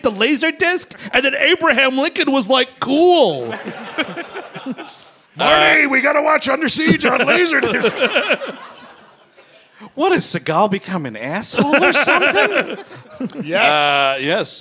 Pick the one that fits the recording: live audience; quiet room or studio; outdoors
live audience